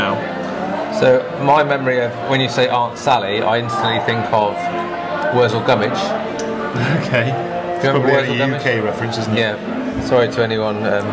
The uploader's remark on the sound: From The Mesmerist, Brighton, UK. Chat over a couple of interesting drinks in a rather unusual pub in Brighton.